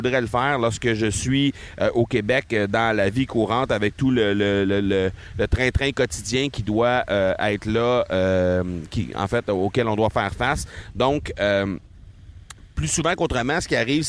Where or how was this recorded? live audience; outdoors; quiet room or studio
outdoors